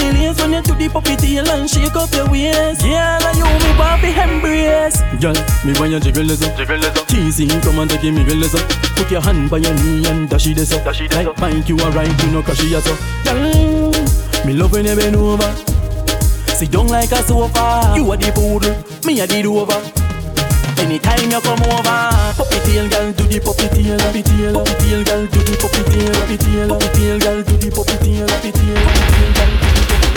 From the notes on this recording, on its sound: LIVE AUDIO CLIPS FROM FAYAH SUNDAYS HOLLYWOOD. SORRRY ABOUT THE SHORT CLIPS.